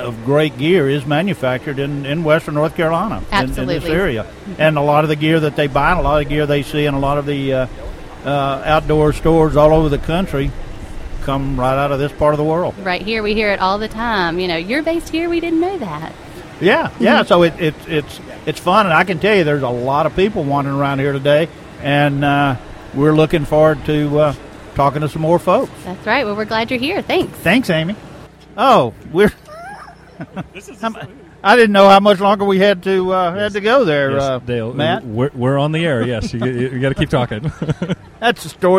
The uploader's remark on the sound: ON LOCATION. GearFest 2015.